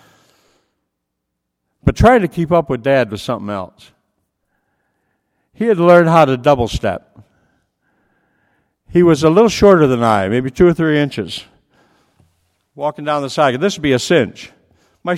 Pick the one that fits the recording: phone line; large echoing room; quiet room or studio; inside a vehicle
large echoing room